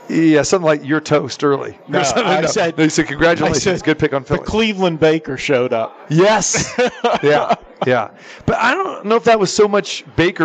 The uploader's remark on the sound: Live from the Super Book at the Westgate Las Vegas